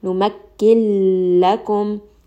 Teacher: You don't hear that noon at all. Simply go ahead and move straight to that lam. · Term: idgham without gunna